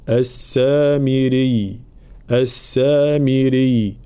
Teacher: طبعا الوقف على كلمة السامري لأن الياء مشددة هنا، فلا نقول السامري، لا، لابد من بيان تشديد الياء بلا مبالغة